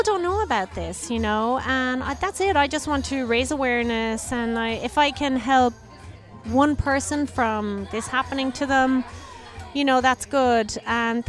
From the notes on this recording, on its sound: LIVE from That's What She Said Event.